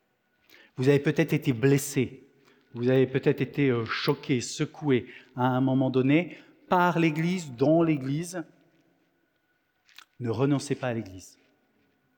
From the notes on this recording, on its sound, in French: Enregistré à l'église CVV, le 17/09/2023